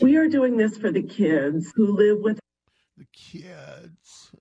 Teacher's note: try to ignore the Valley Girl vocal fry and upspeak and all of that